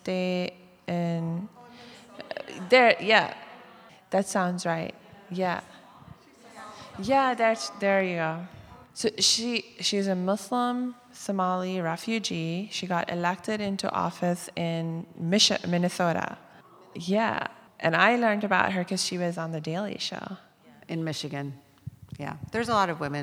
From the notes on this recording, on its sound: Q&A Discussion Circle w/the Imam. Takes questions from the congregation.